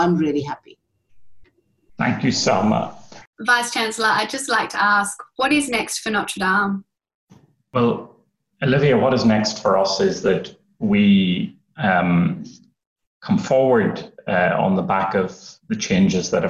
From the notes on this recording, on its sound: Zoom Q&amp;A session. Student and staff representatives sat down for a Zoom Q&A session with our Vice Chancellor.